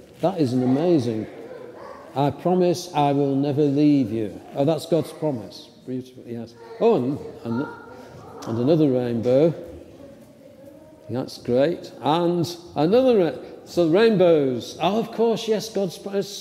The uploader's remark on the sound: St. Andrew's Psalter Lane Church Second Sunday in Lent 10:30am service.